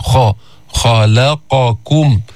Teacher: الخاء من أدنى الحلق حرف مستعلي، حرف مهموس لأنه من حروف فحثه شخص سكت، بيطلع النفس عند النطق به بس في استعلاء الخاء، بس ما في إطباق منه مثل الضاد، منه مثل الطاء، ما في إطباق، يعني اللسان لا يلتصق بالحنك الأعلى، بيرتفع أقصى اللسان لأنه في استعلاء.